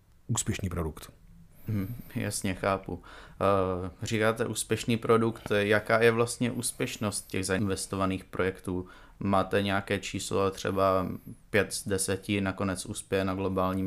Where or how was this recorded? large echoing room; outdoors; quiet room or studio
quiet room or studio